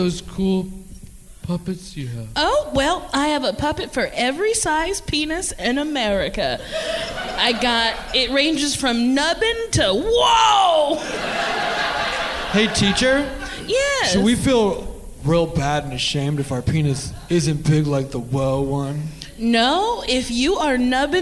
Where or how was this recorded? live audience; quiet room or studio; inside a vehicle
live audience